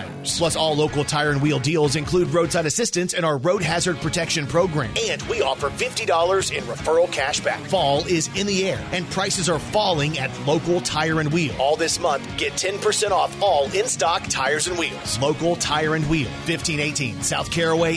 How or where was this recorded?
busy venue